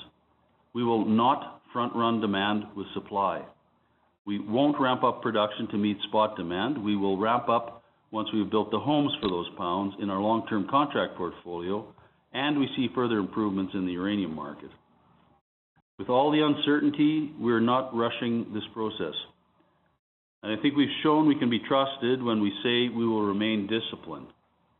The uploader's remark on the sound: This week’s episode features Cameco’s Q1 conference call